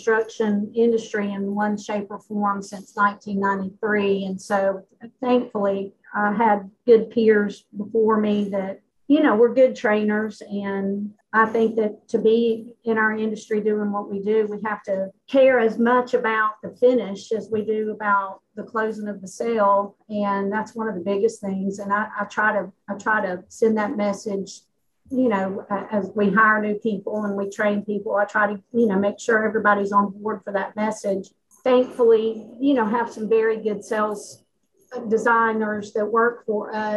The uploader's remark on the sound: This is a podcast from the live webinar in the same name recorded on July 15th